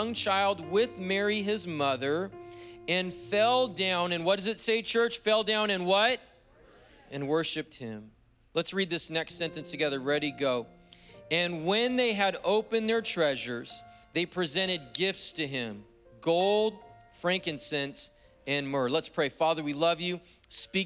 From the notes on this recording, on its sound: was preached on December 12th at the 10AM service